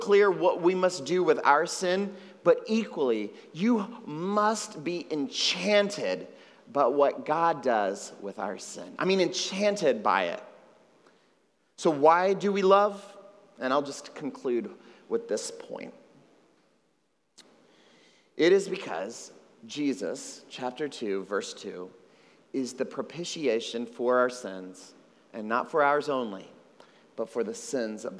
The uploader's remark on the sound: At Trinity Church, Puerto Rico.